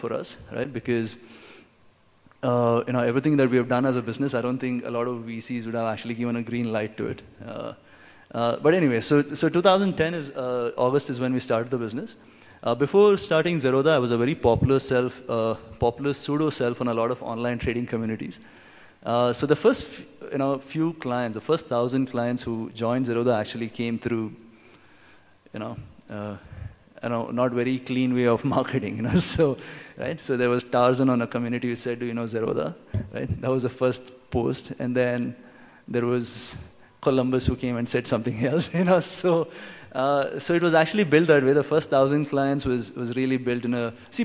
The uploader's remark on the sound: This talk was recorded at UnPluggd 2017 edition - NextBigWhat's marquee annual tech conference.